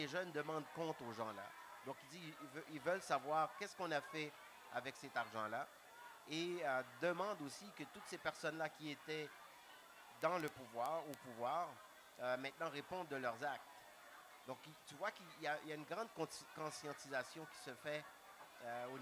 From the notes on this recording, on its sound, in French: au Salon du Livre Francophone de Toronto